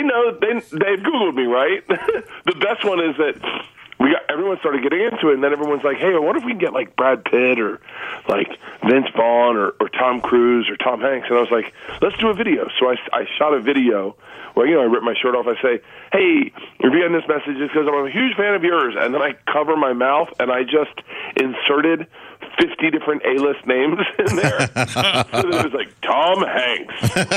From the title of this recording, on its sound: on the Phone!